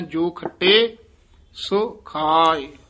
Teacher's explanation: ਸੋ ਦੇ ਹੋੜਾ ਵੀ ਹੈ, ਔਂਕੜ ਵੀ ਹੈ, ਦਰਮਿਆਨਾ ਜਾ ਉਚਾਰਨ ਕਰਨਾ